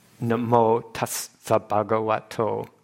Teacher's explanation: And so, like, say, the Namo Tassa, that's actually really those A's that are in both Namo and Tassa are both short. But just as the way we chant it because of the way it's evolved and the way people like to hear it and think it sounds more beautiful that way rather than Namo Tassa Bhagavato, which would be more, accurate.